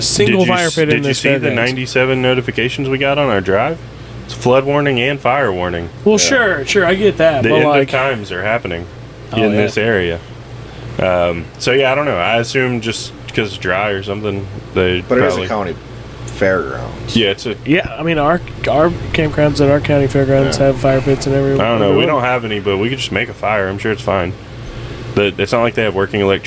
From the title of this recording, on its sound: Reporting Live from the RV